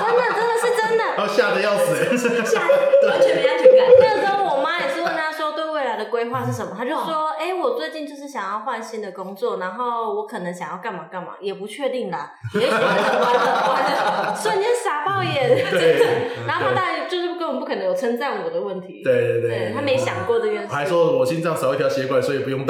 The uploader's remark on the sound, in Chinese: 抱歉本集回音稍重，若造成您聆聽不適敬請見諒